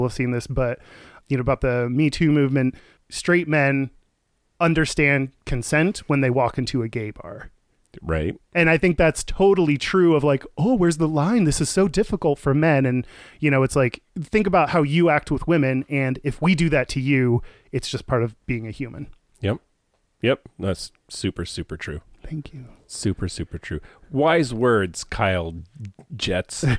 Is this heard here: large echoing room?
no